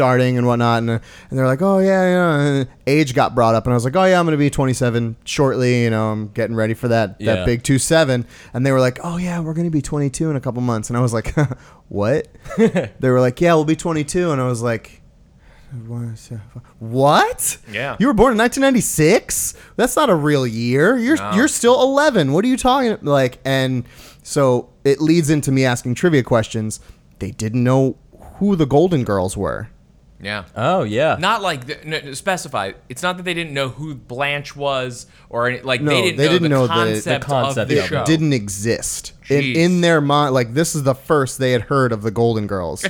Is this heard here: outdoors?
no